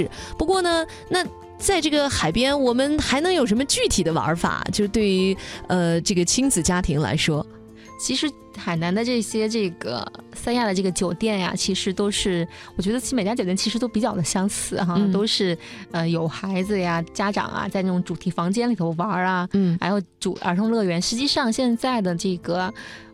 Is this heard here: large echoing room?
no